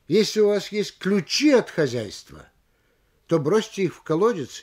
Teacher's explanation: Повышение вместе с ударением в данном случае должно быть на слове «ключи», втором слове от запятой.